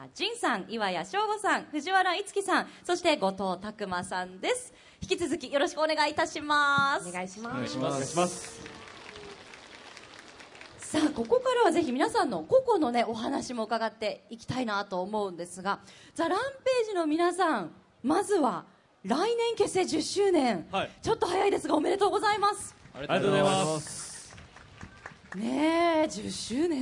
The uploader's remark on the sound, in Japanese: 大阪・松原市で行われた公開録音（後半）の模様。